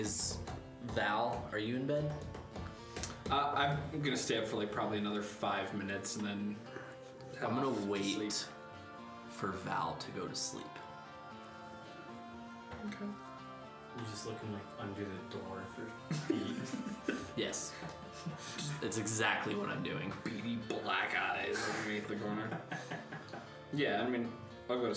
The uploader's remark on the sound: The audio gets progressively better starting in Ep 2